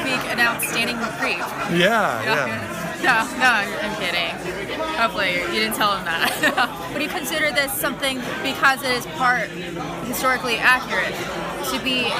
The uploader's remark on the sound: Halloween Red Carpet, 2018 Austin Film Festival